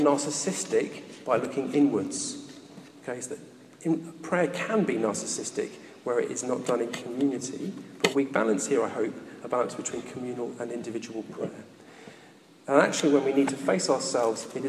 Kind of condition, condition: setting, large echoing room